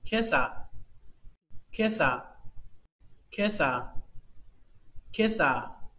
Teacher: 第一个假名读作 k，k，k，第二个是沙，沙，重读第一个